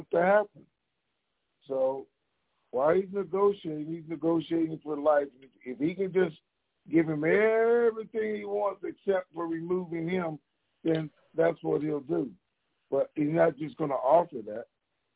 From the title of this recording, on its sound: TNTSuperfantastic Conference Call - April 11, 2022